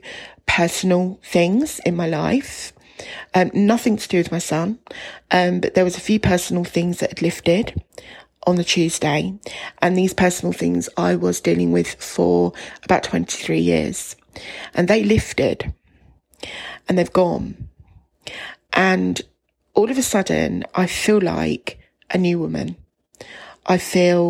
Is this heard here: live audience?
no